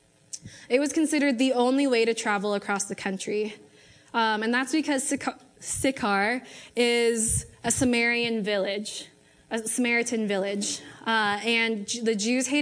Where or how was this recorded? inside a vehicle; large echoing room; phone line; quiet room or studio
large echoing room